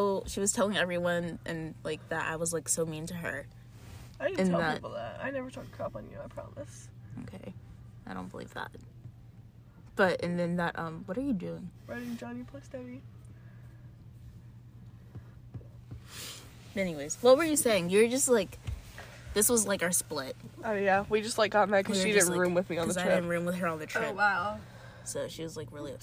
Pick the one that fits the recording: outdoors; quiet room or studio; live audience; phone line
outdoors